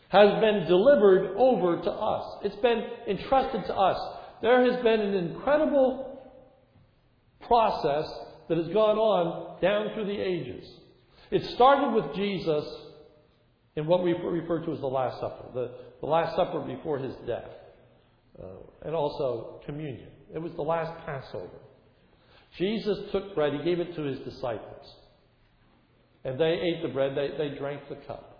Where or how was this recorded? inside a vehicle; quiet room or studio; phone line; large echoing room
large echoing room